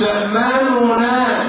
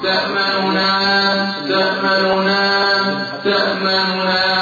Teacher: ضمة سريعة سريعة بيسموها اختلاس الحركة وبيسموه روم، والروم هو النطق ببعض الحركة · Shown in: second take